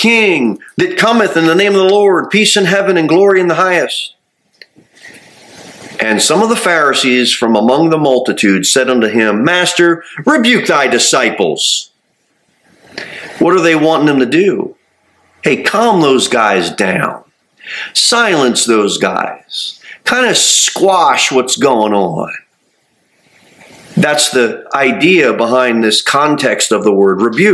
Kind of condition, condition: setting, large echoing room